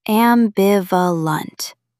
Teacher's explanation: It means you care in two opposite ways. Put the stress on the second syllable.